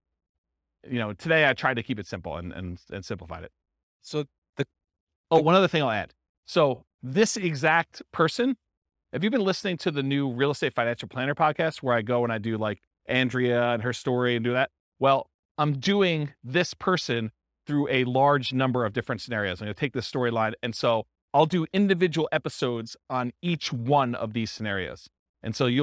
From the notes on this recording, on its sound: This was a live class recorded